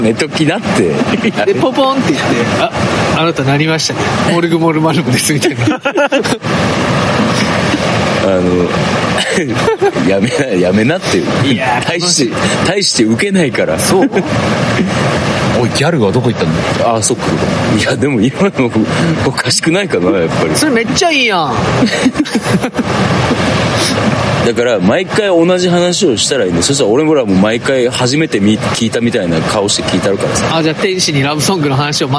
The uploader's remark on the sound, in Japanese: 鴨川で収録してみたところ、風が強くてノイズがあります。